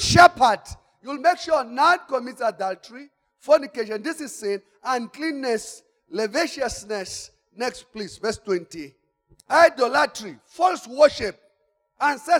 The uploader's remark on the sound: Service: Church Growth Conference Day 2 (Session 1). Campus: Arcadia Campus.